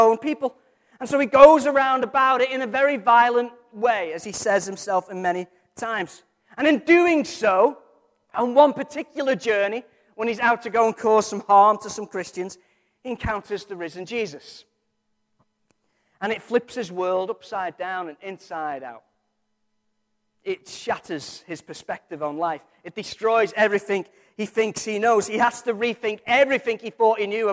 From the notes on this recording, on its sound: Recorded from our Sunday morning service.